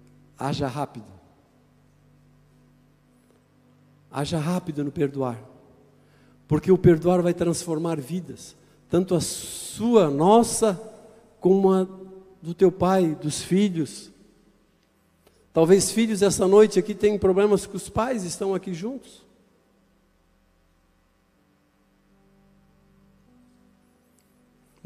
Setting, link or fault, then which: setting, large echoing room